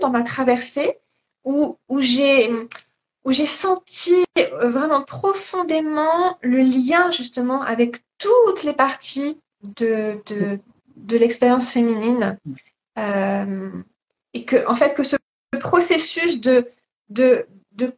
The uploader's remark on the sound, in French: il s'agit d'une rediffusion d'un live Instagram